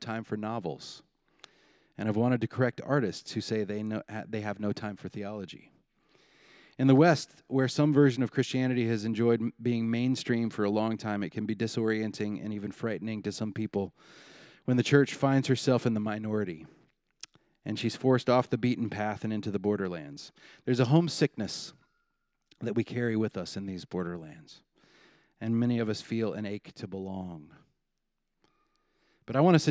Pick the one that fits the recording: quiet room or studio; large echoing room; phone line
large echoing room